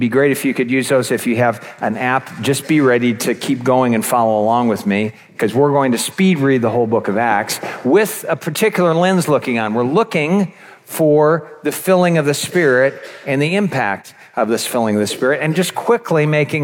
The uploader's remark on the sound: This episode features one of the seven talks from our annual Spring Conference that happened back in May.